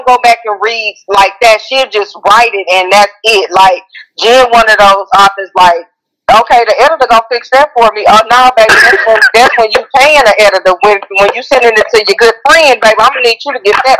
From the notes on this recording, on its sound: On the phone interviewing authors